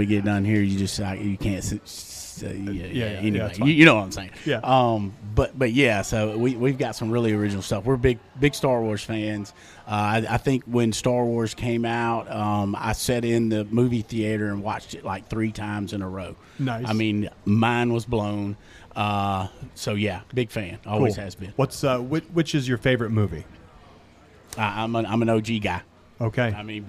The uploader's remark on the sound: Live From The Jack